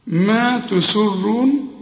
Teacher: السين هنا مرققة وتكون أكثر رقة إذا كانت مكسورة. ما تسي، وبعدين الراء هنا مفخمة والمد خد بالك الواو تمدها حركتين عند الوصل.